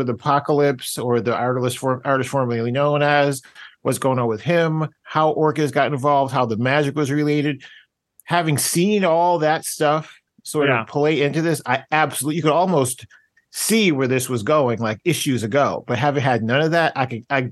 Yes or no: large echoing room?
no